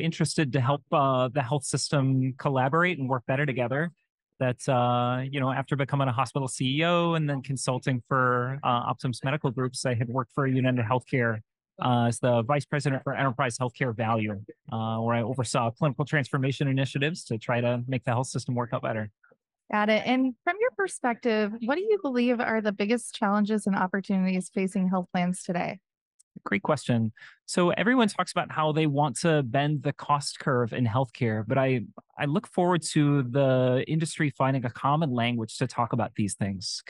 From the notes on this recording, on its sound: This episode recorded live at the 2023 Becker’s Payer Issues Roundtable in Chicago.